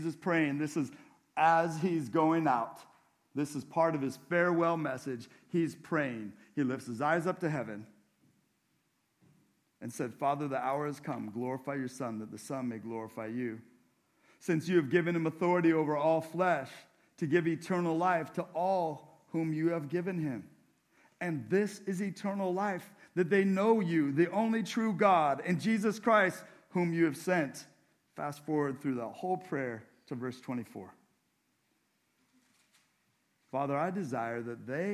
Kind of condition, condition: setting, large echoing room